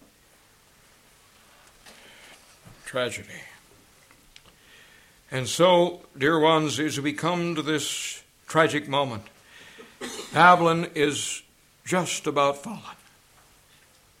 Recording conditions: large echoing room